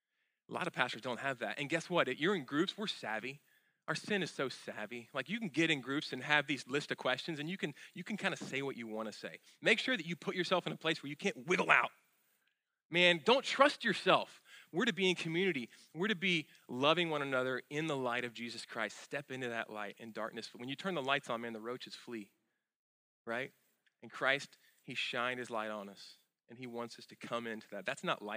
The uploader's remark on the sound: at Sojourn Galleria Church on Sunday, April 8, 2018